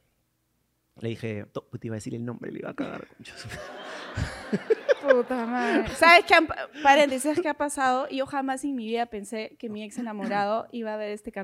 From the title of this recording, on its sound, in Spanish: PRIMER SHOW EN VIVO